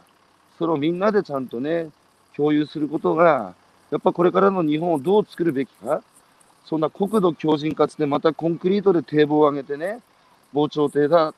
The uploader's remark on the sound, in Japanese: 歩きながら1時間、対談する